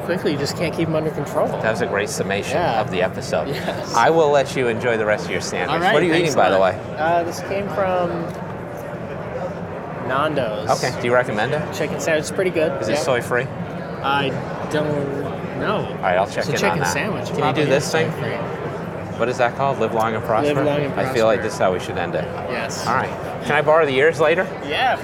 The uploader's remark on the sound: Interviews from the TECHSHOW Floor. Let him wander around ABA TECHSHOW, you’re bound to get off the cuff conversations, intriguing guests, and only a couple awkward silences.